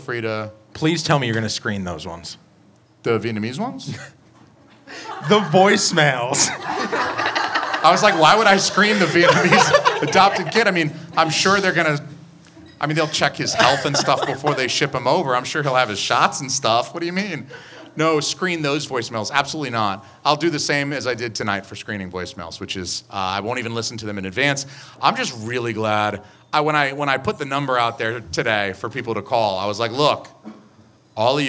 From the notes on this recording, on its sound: We go live at Curlies Comedy Club, New Hampshires only comedy club, and we go on SHWYPN's podcast.